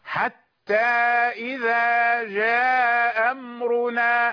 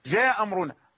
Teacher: فهو يسقط الهمزة الأولى للتسهيل نوع من أنواع التسهيل